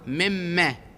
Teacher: هاي من نون والتقت بالميم يصير إدغام مما